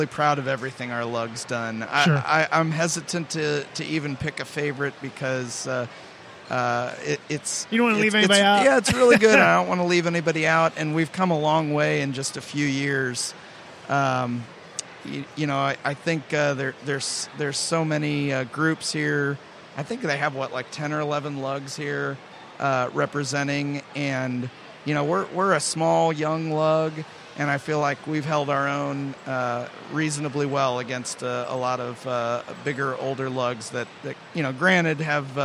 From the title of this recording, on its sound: LIVE at Nebraska Brick Days